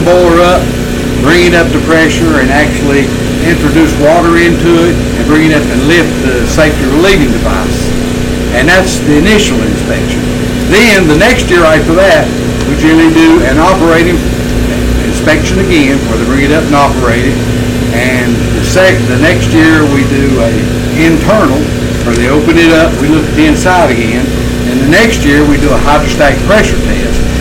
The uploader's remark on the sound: onsite at the SouthEast Old Threshers Reunion in Denton, NC